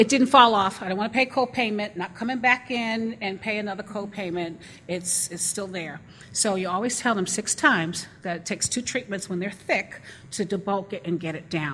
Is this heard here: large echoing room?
yes